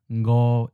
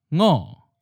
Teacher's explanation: with the colloquial pronunciation ngo is in a seventh tone · Shown in: first take · but in the literary pronunciation, we have a second tone, ngo.